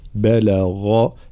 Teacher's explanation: الغين مفخمة مجهورة مع ترقيق الباء واللام